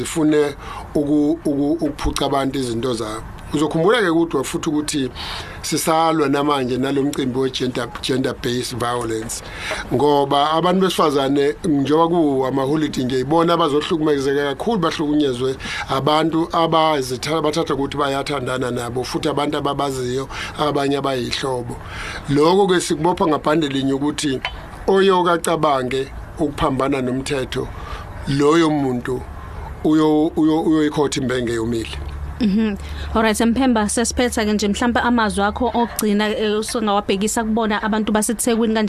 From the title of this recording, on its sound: Interviewed at the festive season launch in durban